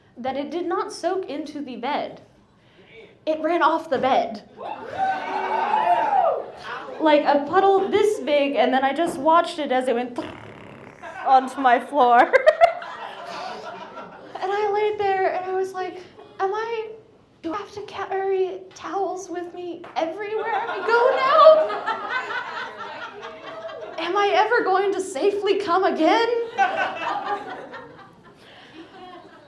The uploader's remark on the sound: Goes south is a live storytelling event out of Charlotte, NC. This podcast combines audio recordings from these live events to share with you! Goes south live events take place on the 3rd Tuesday of the month at Petra's in Historic Plaza-Midwood, Charlotte, NC.